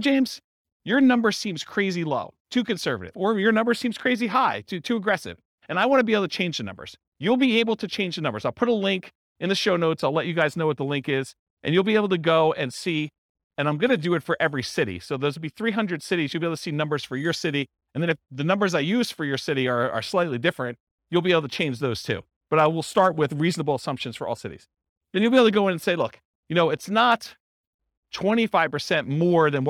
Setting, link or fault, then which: setting, live audience